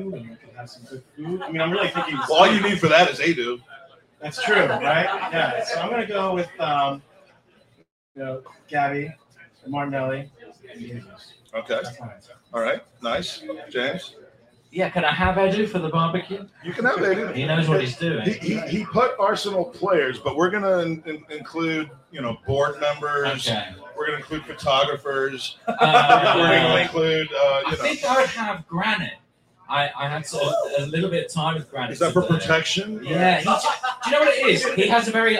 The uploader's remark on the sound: LIVE FROM BALTIMORE